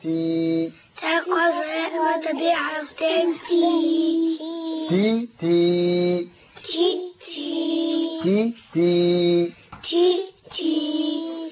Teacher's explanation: تاء كسرة مد طبيعي حركتين